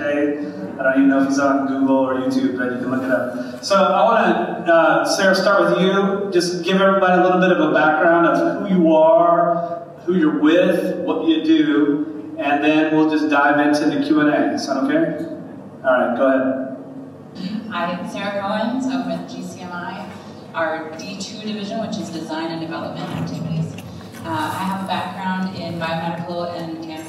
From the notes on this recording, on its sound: Live Atlanta True Quality Roadshow Panel. This special episode features a recording of the industry panel from the Greenlight Guru True Quality Roadshow in Atlanta, presented by the Global Center for Medical Device Innovation (GCMI) and Rook Quality Systems.